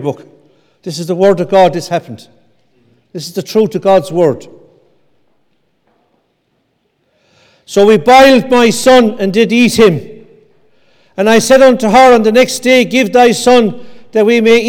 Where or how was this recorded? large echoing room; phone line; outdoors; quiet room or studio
large echoing room